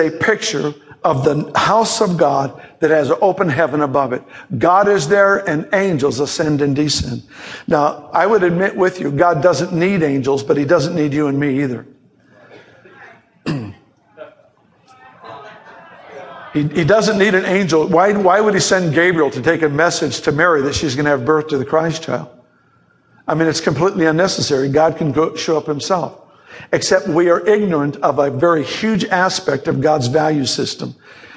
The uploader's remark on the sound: Teaching Series audio recorded from a live author seminar.